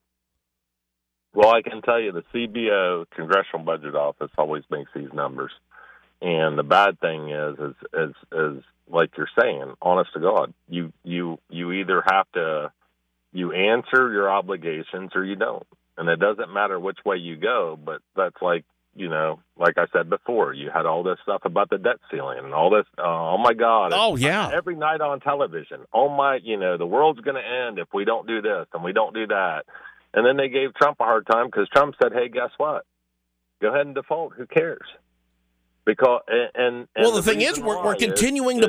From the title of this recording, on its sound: Saturday Morning Open Phones